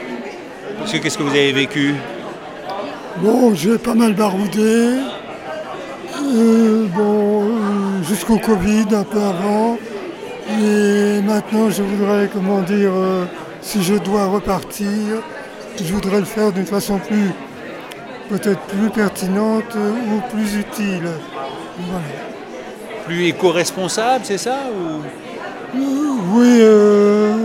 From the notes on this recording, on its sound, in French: Ayant eu la chance d'être invité au festival organisé par les aventuriers du bout du monde, j'y suis allé avec mon micro.